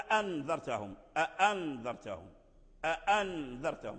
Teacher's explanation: وبعض القراء قرأها على شدتها بهمزتين · Term: تحقيق الهمزتين